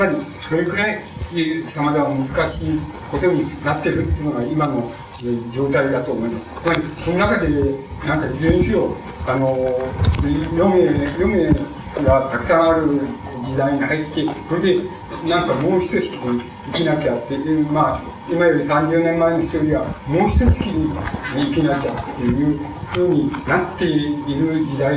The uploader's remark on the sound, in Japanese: 主催：文京区教育委員会 場所：文京区女性センター。客席から録音されたもので 全編にわたってノイズが 入っており音質はよくない。